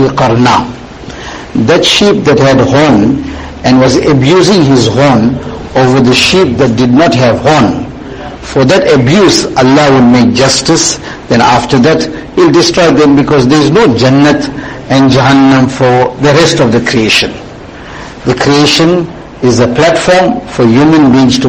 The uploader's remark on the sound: Jumuah lecture at May Street Masjid 20 Jan 2023